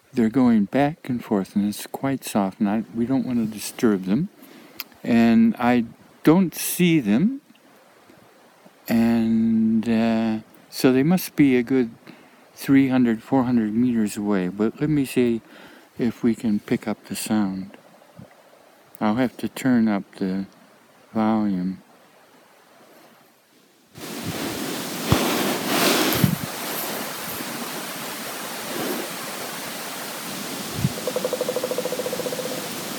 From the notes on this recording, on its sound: The recording is coming from depths of Oregon winter wilderness. It’s also very muted, very quiet. The recording is coming from depths of Oregon winter wilderness.